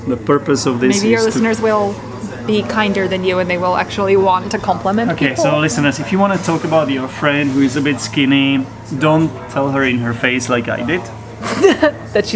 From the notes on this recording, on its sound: The quality of the recording is not ideal since it was recorded in a café and naturally the recorder picked up a lot of background noice, but it is audible, neverthless.